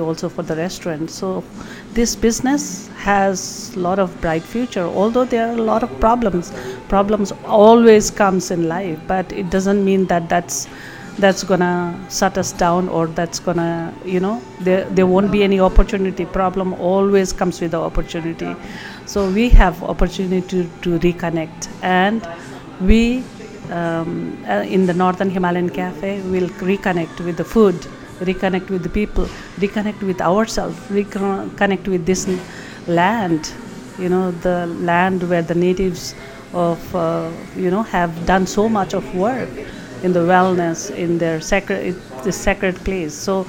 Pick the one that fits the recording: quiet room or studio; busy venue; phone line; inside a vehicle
busy venue